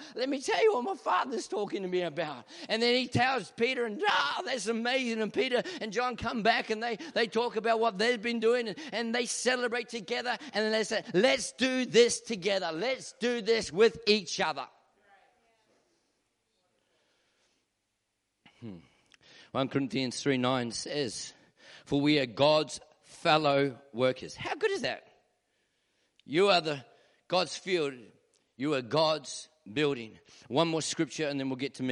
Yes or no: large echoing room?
yes